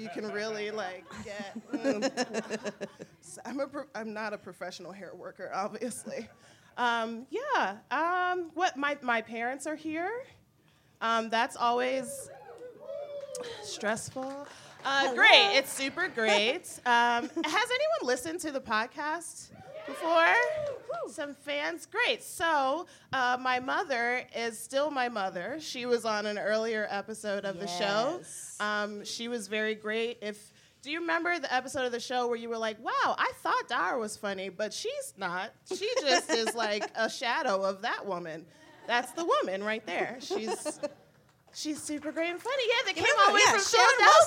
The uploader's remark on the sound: At our first-ever live show during San Francisco Sketchfest